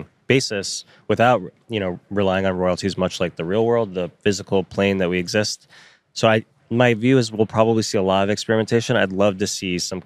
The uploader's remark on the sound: live from the Foundry DTLA